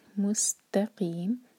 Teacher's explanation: مستقیم، سین کے مخرج کو واضح کریں، سیٹی کی طرح آواز آنی چاہیے. مستقیم، تا کو ہیوی نہ ہونے دیں. اور آخر میں میم کلیئر.